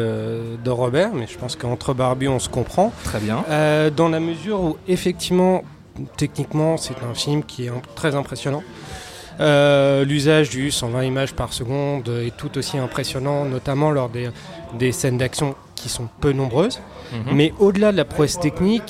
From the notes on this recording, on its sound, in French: Enregistré au Hurling pub (8 Rue Descartes, 75005 Paris).